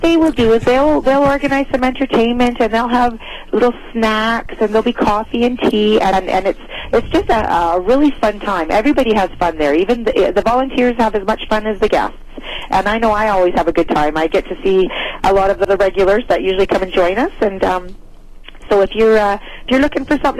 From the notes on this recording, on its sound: The weekly phone.